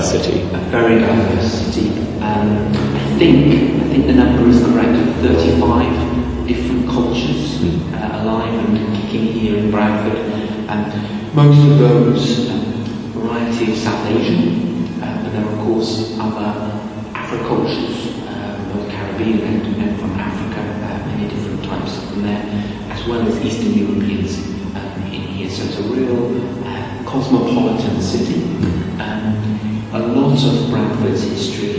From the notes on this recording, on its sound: At Bradford Cathedral, in an interview recorded in their Peace Chapel (there will be echoes). We can also hear some of the music from a Cathedral service. Actually we recorded it in the Chapel to the Holy Spirit ~ there is no Peace Chapel there, my mistake!